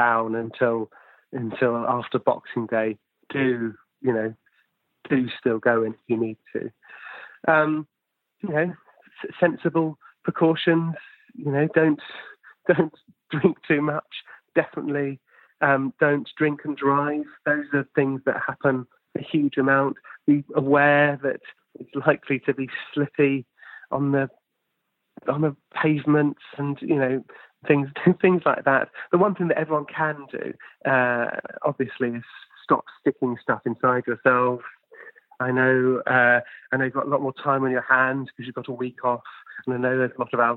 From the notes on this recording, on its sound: over the phone